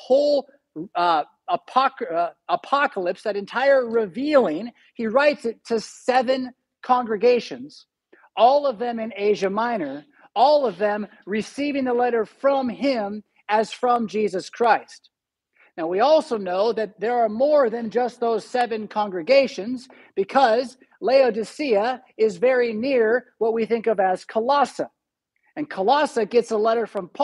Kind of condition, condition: setting, large echoing room